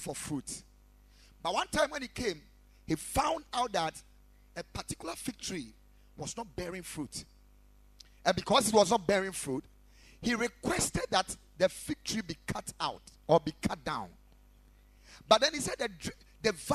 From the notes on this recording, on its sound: Preached at the Ekklesia Chapel, KMC Worldwide